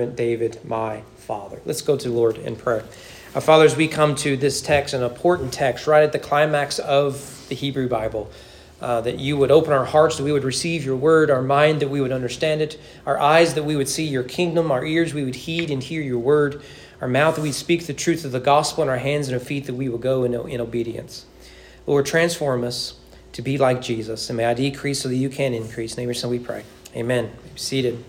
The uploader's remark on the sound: Sermon preached on September 10, 2023 during morning worship at East Frankfort Baptist Church.